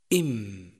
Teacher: الجهر، حيث ينحبس النفس عند النطق به